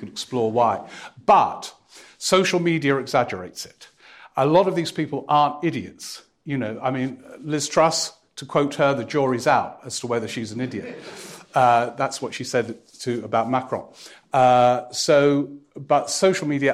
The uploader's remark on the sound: Live at the Edinburgh Festival